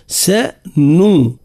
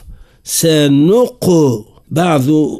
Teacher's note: فتبقى الشفتان مضمومتان سنو حتى نكمل القاف · Term: صفة القلقلة